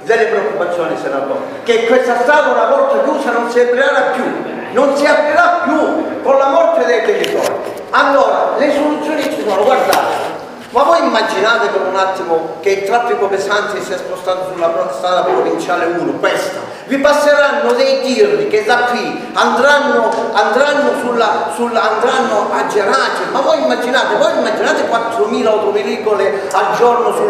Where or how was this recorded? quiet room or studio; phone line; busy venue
busy venue